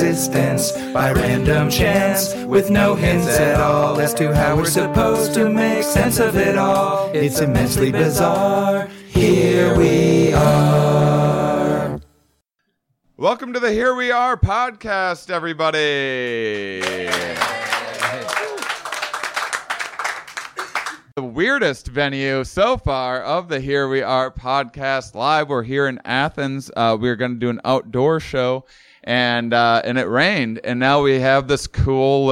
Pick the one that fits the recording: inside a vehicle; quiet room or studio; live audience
live audience